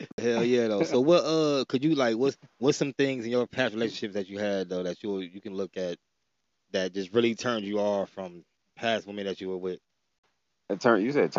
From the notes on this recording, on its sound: Me and a childhood friend got on the phone